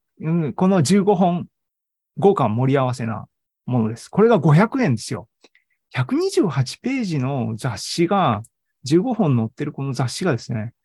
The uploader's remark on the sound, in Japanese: ZOOMライブの模様です